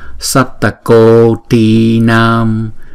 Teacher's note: Chữ cô, chữ ti và chữ nam, mỗi cái âm là hai nhịp hết. Bởi vì chữ ô là diphthong, chúng ta đọc hai nhịp.